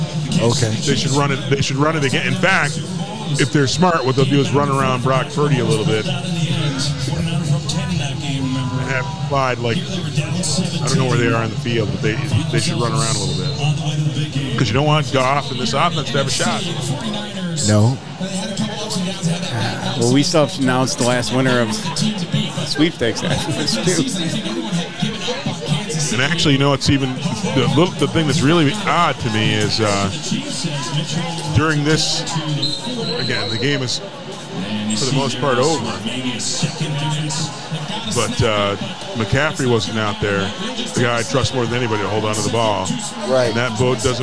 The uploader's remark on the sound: Recorded live from Uncle Ray’s Place in Dearborn Heights, MI during the Detroit Lions v. San Francisco 49ers NFC Championship game.